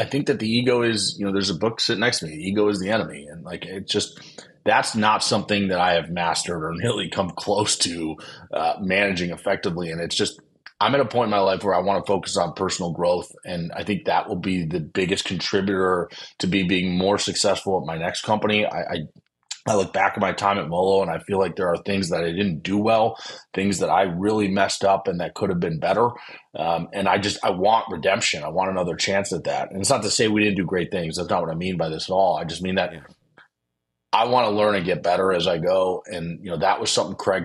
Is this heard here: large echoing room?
no